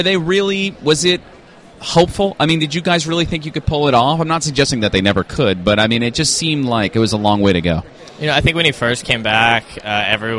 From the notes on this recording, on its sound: Live Interviews from the ISSCR Conference in Sweden 2015. Our broadcast live from the ISSCR 2015 International Conference from Stockholm, Sweden. On the show, we randomly pull attendees aside.